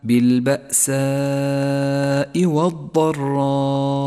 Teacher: لاحظ تتالي المد المتصل عند قوله تعالى: بالبأساء والضراء، حيث اجتمعت الألف والهمزة في كلمة واحدة، ولذلك سمي مدا متصلا، يمد خمس حركات وجوبا